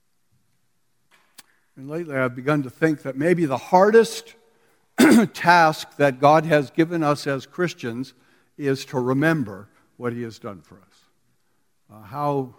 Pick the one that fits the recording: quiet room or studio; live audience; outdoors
live audience